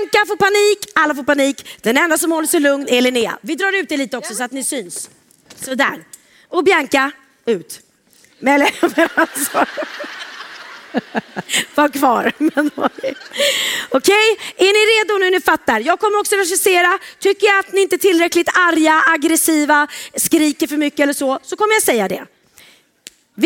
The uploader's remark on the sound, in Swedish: Vi spelade in veckans avsnitt i logen mellan två underbart härliga livepoddshower. Och självklart spelar vi upp lite vad som hände på scenen. Det blev dans, sång och och besök av våra dansande män.